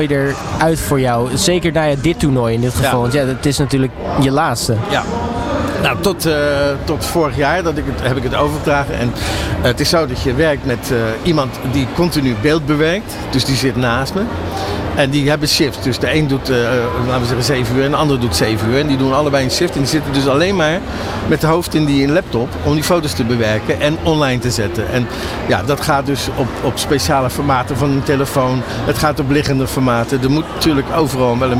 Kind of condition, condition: setting, busy venue